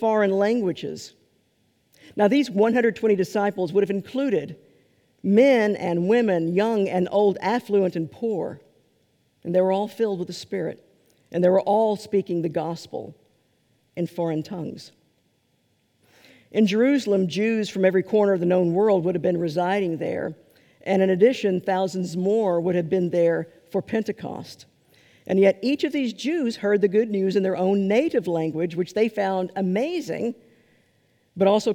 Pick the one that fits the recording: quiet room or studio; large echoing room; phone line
large echoing room